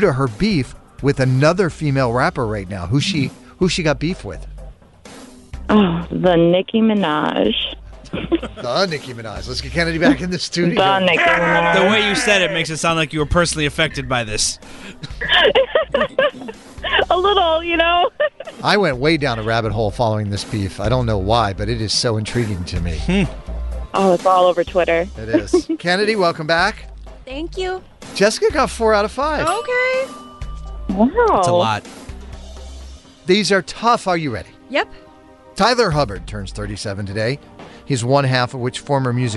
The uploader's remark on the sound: listeners called